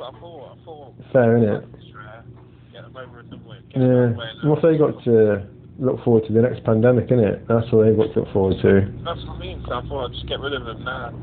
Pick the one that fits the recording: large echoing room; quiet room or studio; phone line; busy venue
phone line